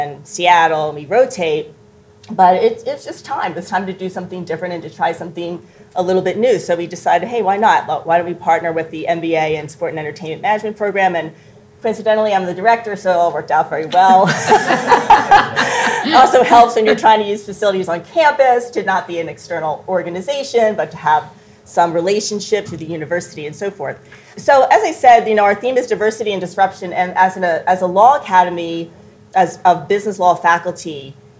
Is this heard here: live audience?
yes